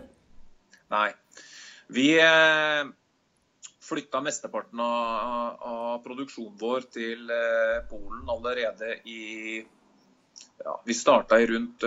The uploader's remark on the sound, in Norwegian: I ukens podcast har vi tatt en Skype-prat